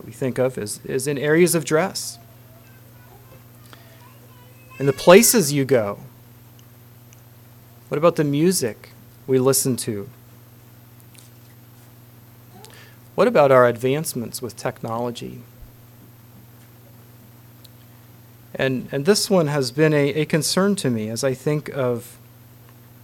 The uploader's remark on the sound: Message preached at Word Of Hope.